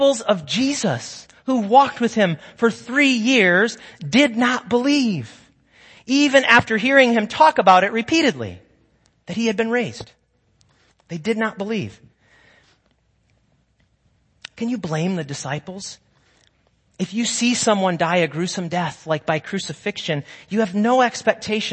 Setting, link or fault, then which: setting, large echoing room